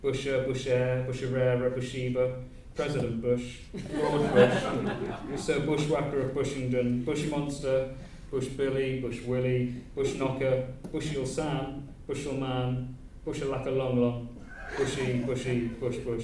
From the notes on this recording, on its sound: Reading at Worlds Literature Festival 2011. Worlds Literature Festival 2011: an Afternoon Reading.